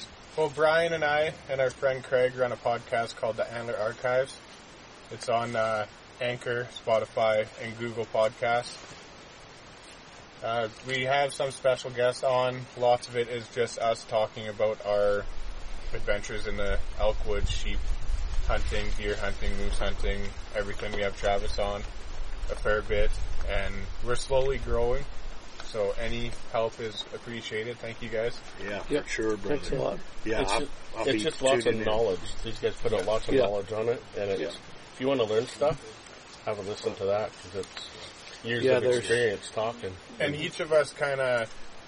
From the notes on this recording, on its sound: It’s a live podcast from elk hunting camp in Alberta Canada.